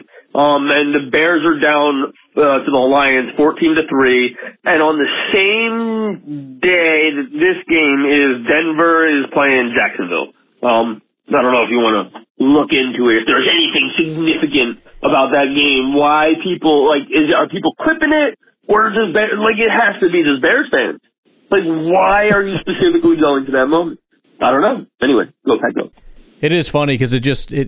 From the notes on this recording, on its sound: We also crack open some unexpected territory as fans call in to offer remedies.